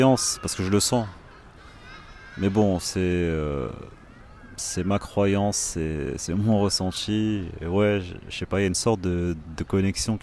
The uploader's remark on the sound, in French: Live Chill - Assis dans un parc. Les lives Chill, ce sont des enregistrements sur l'instant, quelque part. Des audios bruts sans introduction ni fin. Je suis assis dans un parc et je contemple.